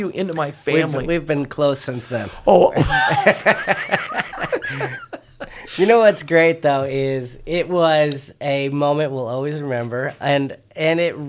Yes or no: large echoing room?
no